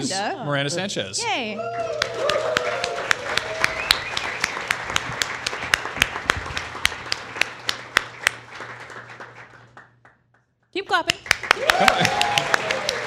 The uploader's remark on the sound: This episode of Beyond was recorded in front of a live audience!